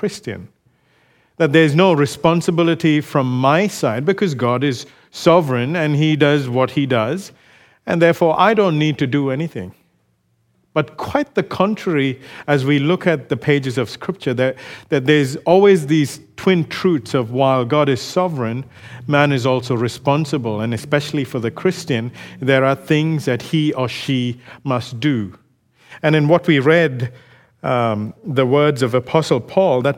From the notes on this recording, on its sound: recorded live at Grace Community Bible Church